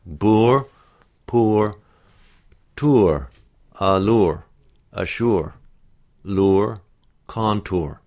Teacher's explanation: And finally, the ur diphthong, really oo without much lip rounding.